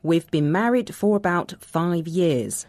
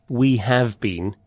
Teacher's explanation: When we're speaking, we often shorten the word have and just say v instead. · Shown in: first take